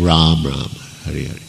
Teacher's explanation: But it's a little hard because when you get going, there is that tendency to drop the short A